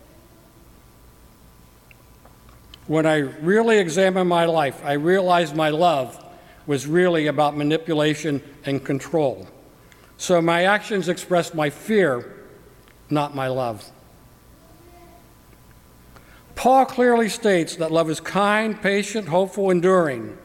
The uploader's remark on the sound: During the 9:00 AM service on Sunday September 3, 2017, at First Presbyterian Church of Arlington Heights, Illinois. Part of Lay Preaching Sunday.